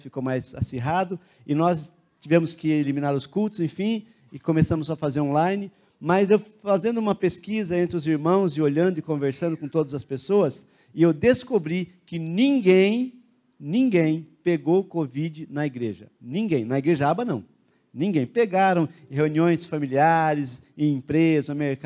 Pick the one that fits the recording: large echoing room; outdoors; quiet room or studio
large echoing room